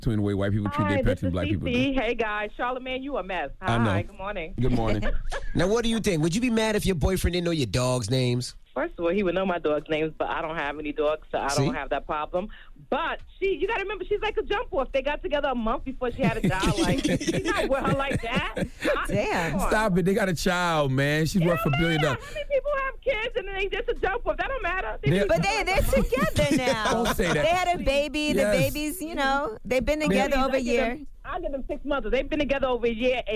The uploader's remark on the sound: We opened up the phone lines to see if our listeners thought it was a big deal to them.